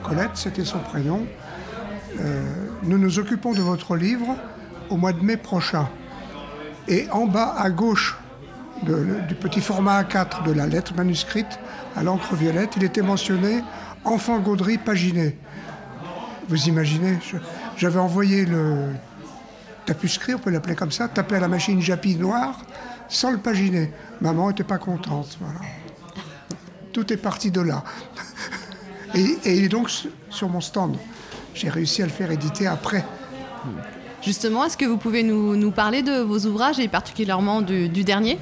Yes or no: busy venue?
yes